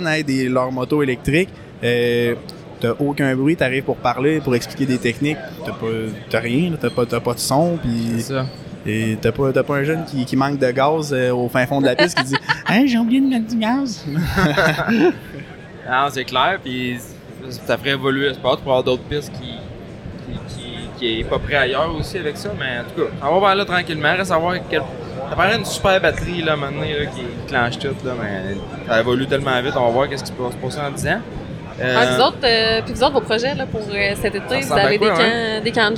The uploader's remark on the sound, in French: Catch up LIVE de l'ExpoMoto Québec 2024. Une petite discussion à chaud en direct du Salon de la moto de Québec.